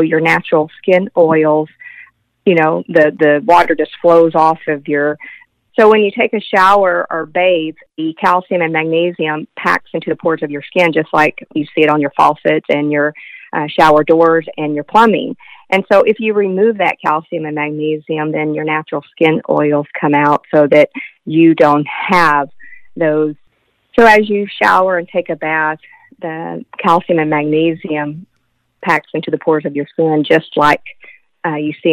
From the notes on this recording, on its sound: homeowners who called in to the radio show